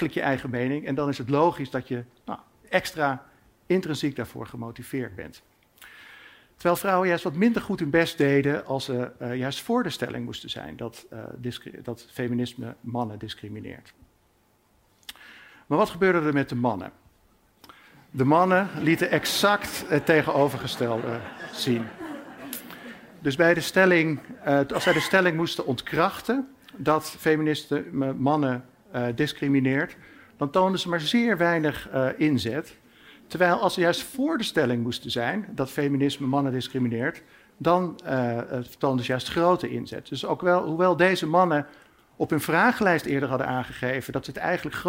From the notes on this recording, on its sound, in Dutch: op het podium van het Betweter festival